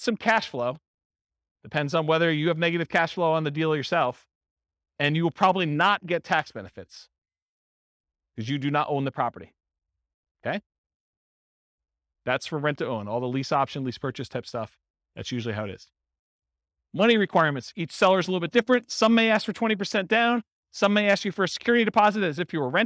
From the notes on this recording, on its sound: This was a live class recorded. In Las Vegas, Nevada.